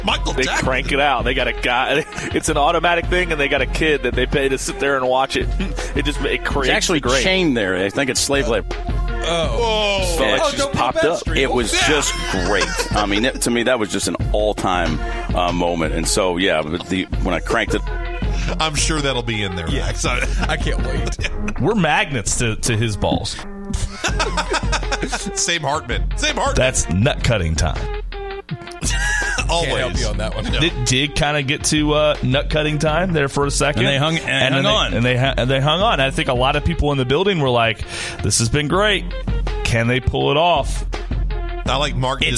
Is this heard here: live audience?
no